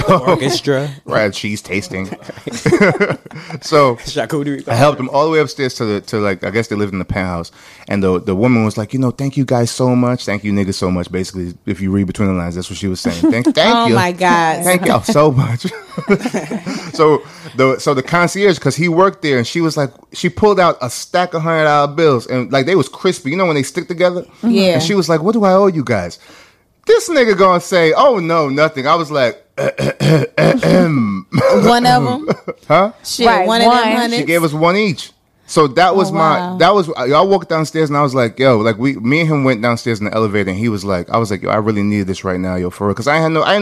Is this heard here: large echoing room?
no